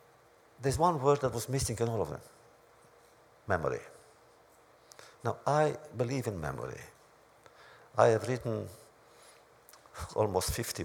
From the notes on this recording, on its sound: This audio podcast was recorded at the Academy of Achievement's 2007 Summit in Washington, D.C. In a wide-ranging address to the Academy's student delegates.